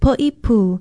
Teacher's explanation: there's a stress on the last vowel